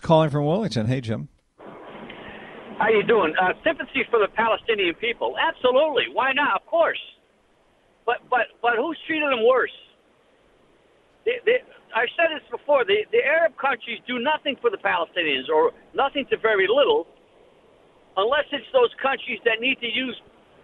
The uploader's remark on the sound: The Rant Line happens first on Friday, so we play Rants and take phone calls.